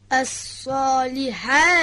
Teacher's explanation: حاء جیمی رو با گرفتگی صدا از وسط حلق تلفظ کنیم